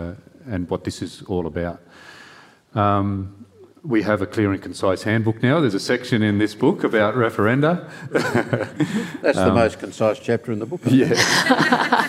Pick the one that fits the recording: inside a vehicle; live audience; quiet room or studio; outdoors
live audience